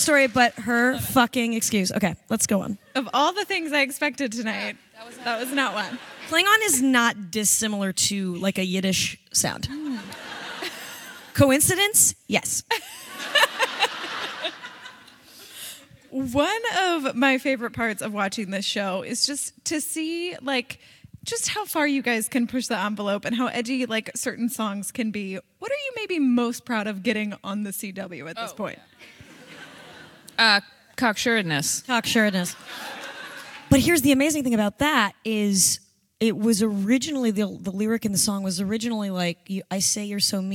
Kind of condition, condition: setting, live audience